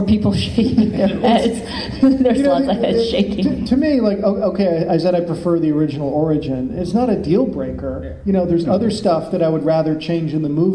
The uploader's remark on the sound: Tapes before a live studio audience.. By studio I mean convention crowd. Stan Lee’s Comikaze in Los Angeles California.